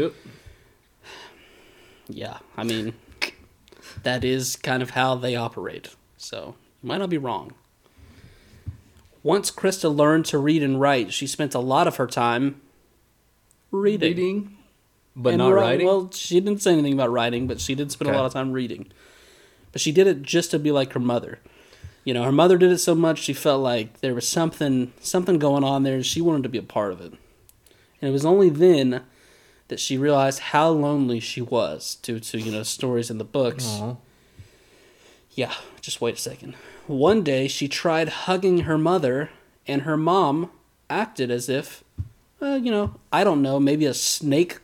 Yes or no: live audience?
no